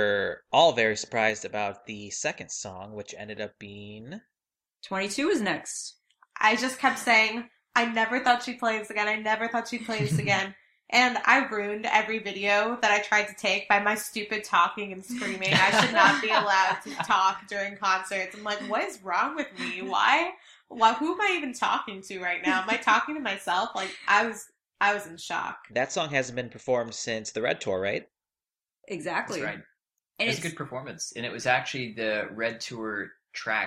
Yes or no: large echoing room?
no